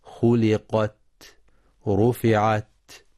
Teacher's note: الإتيان بصفة الهمس لطيفة بعد صفة الشدة من غير مبالغة